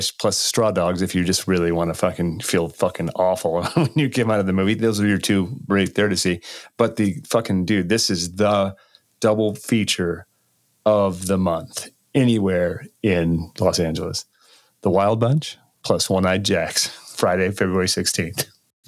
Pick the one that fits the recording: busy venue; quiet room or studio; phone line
quiet room or studio